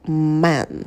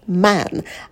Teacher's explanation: В первом случае, когда у нас мужчина, то у нас будет открытый широкий звук лягушка, звук «э», челюсть мы прям роняем вниз · Shown in: second take